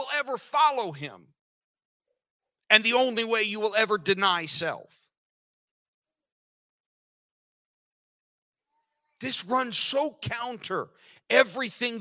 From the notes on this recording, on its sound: This sermon was recorded live on October 2nd, 2022 at Newark United Pentecostal Church.